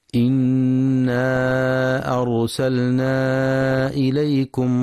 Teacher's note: ينتبه القارئ لتفخيم راء أرسلنا، فهي ساكنة وما قبلها مفتوح، وينتبه للمد المنفصل في إنا أرسلنا، يمد 4 أو 5 حركات في رواية حفص من طريق الشاطبية، وينتبه لترقيق راء فرعون.